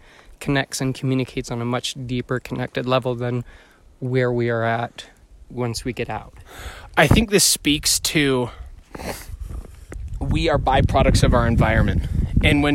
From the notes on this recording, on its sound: All while enjoying a beautiful hike in the woods humbly passing an iPhone back and forth.